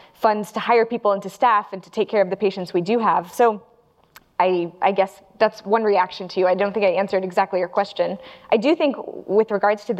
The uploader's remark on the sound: Panel | Live from Datapalooza.